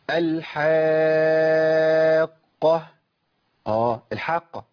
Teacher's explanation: عندي حاء مفتوحة بعدها ألف مادية بعدها قاف مشددة